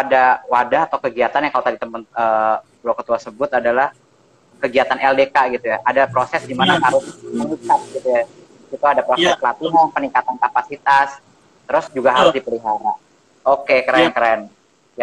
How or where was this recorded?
video call